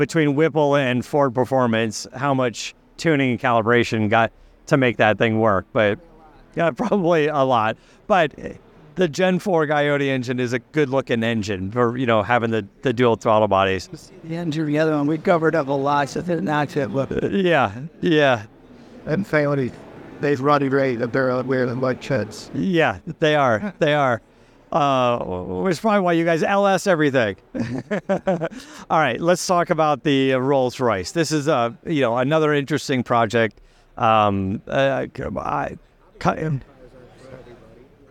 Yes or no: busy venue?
yes